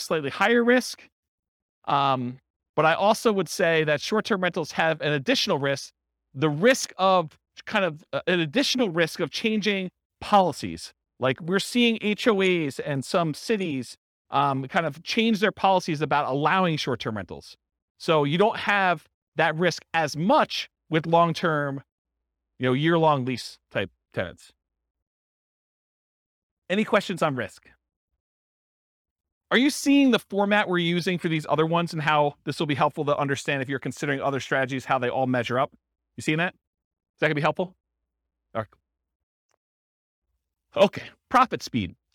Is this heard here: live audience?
yes